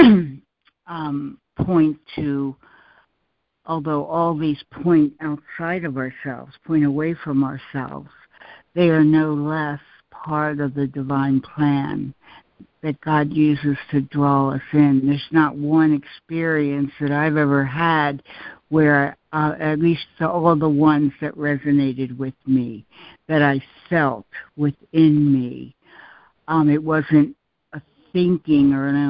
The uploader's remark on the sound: ACIM Daily Conference Call